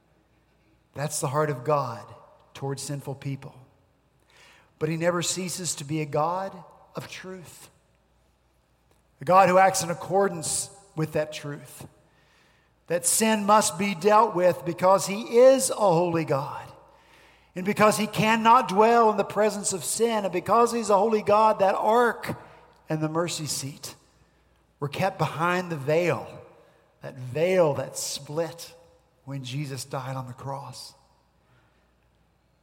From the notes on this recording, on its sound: At Redeemer Presbyterian Church in Charleston, SC.